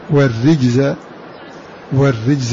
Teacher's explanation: لأن صارت راء محركة بالكسر، والراء المحركة بكسر حكم الترقيق، الراء المحركة بكسر حكم الترقيق.